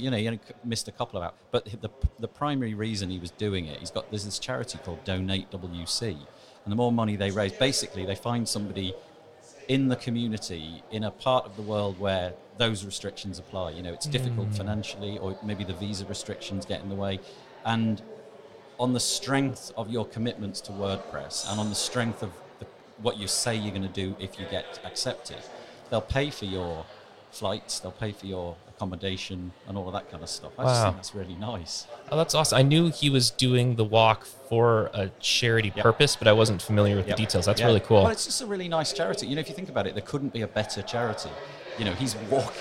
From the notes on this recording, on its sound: WordCamp Europe Live interview. This is the second of our live WordCamp Europe 2019 interviews.